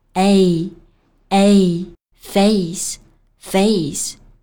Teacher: anger, strain, or other great effort,精疲力尽，徒劳无功。那这个时候面色肯定是铁青的嘛， blue in theface。我们在读这句话的时候呢，要注意 face 这个单词的发音，中间是发双元音 a 的这个音。我们在发这个音的时候，可以先发 a 的音，再把下巴慢慢抬起来，滑向 a 的这个音，音量是从强到弱。 a, face,Face. So, she was blue in the face.今天的句子你学会了吗？对了，如果想要领取本期节目的笔记呢，欢迎在微信搜索早安英文公众号，私信回复嘴巴两个字，嘴巴是说话的嘴巴，就可以领取到我们含往期在内的所有文字版笔记了。